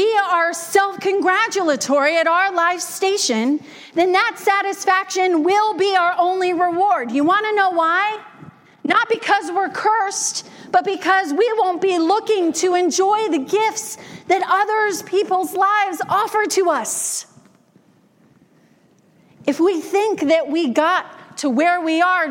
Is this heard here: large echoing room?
yes